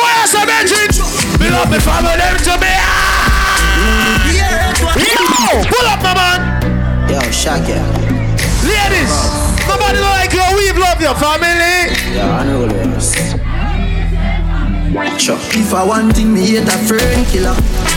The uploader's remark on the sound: Live Audio From Inside A Regular Friday Night Inside Sit & Sip Lounge!